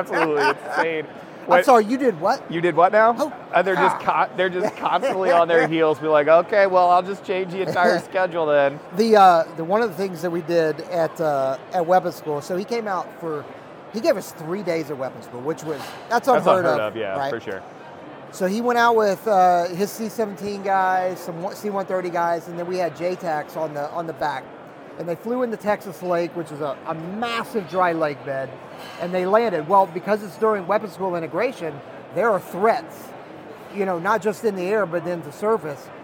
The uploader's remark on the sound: At the Airlift Tanker Association trade show and conference.